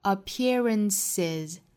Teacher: 为了避免这种相同的辅音重叠的情况呢，在中间加一个小小的 a 的音就可以了。 Appearances，所以这个词复数应该读 appearances。最后的这个 s 应该是读 z 的发音，因为前面是元音嘛，我们说元音属于浊音类，浊音类后面加的音应该是读浊